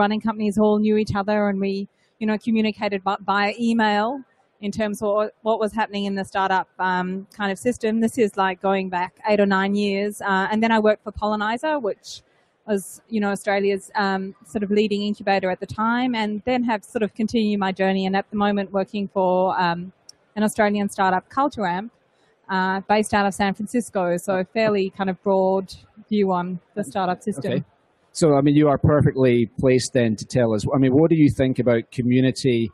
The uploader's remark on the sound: From The Big Pitch 2015